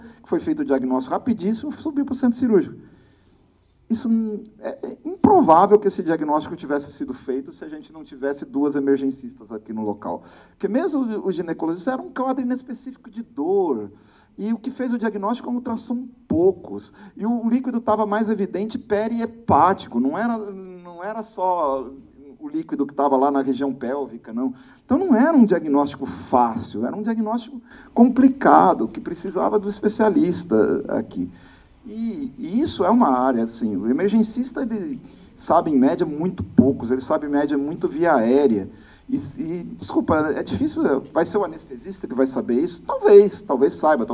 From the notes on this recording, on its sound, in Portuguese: Este é um episódio especial – aconteceu ao vivo no primeiro congresso Emergência USP.